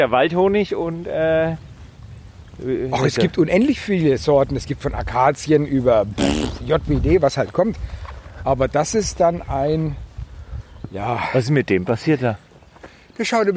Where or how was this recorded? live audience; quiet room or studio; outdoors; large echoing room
outdoors